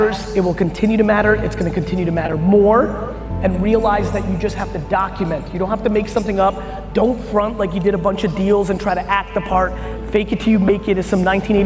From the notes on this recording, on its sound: I did a keynote followed by a Q&amp;A in Dallas. What you’re about to hear is the audio from the DailyVee we’re releasing. I did a keynote followed by a Q&A in Dallas.